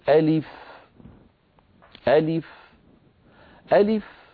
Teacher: عندما أنطق اسمه عبارة عن همزة مفتوحة لام مكسورة فاء ساكنة